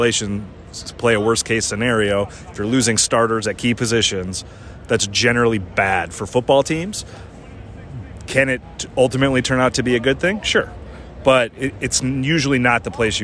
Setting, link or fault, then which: setting, busy venue